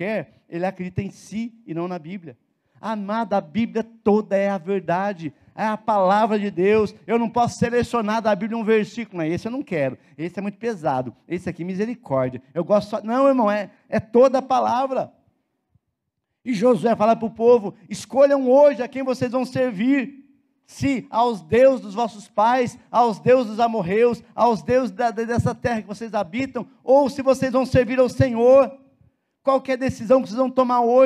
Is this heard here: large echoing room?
yes